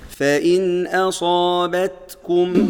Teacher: همس جريان نفس بسيط عند التاء وعند الكاف · Term: الهمس